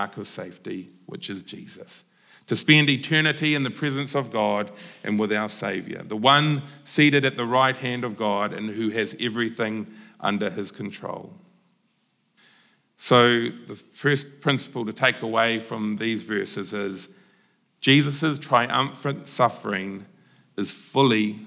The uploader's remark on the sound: Apologies, we missed the first few minutes of the message in the recording this week. Recorded at the Hukanui Bible Church morning service on Sunday the 21st of May 2023 during the 10:00 am service.